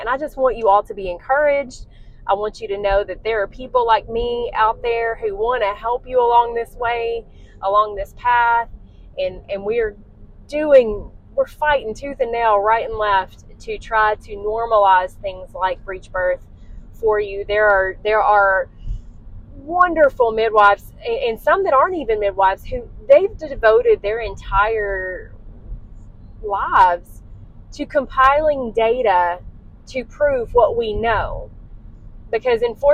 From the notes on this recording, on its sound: DISCLAIMER -- The audio on this episode is less than desirable! I was driving home and was too excited to wait to record so i did it while in the car. Please forgive the bad audio and road noise. This episode was recorded during my drive home so the audio is less than desirable.